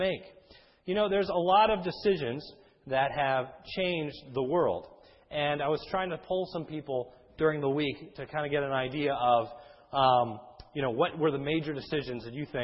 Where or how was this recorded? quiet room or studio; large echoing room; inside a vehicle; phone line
large echoing room